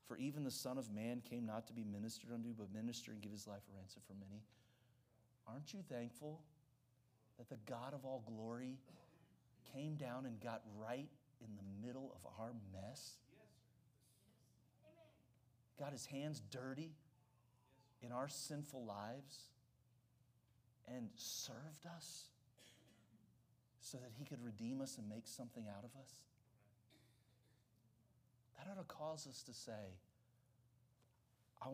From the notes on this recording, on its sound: during the Tuesday evening service of our Fall Revival on October 3, 2023